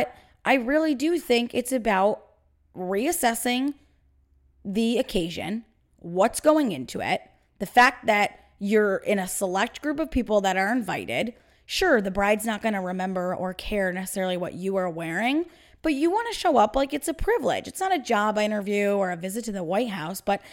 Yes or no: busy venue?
no